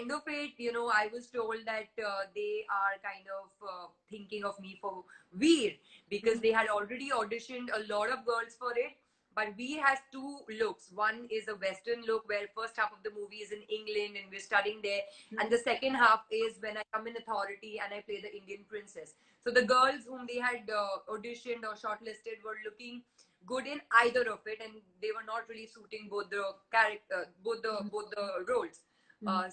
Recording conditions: video call